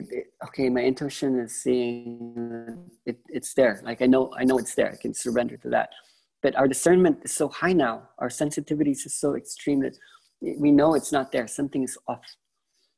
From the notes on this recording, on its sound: This was the first zoom call for Week One for the online-ides